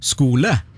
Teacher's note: det er fordi at aspirasjonen på K-en mangler etter en S